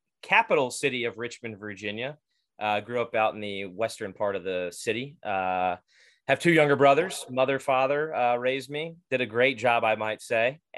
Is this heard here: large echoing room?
no